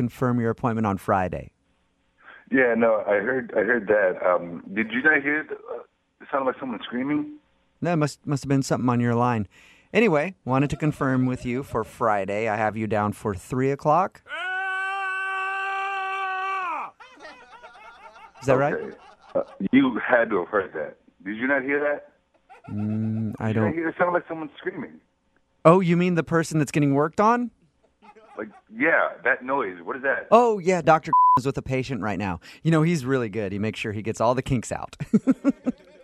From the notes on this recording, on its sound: Phone Tap. By MOViN925.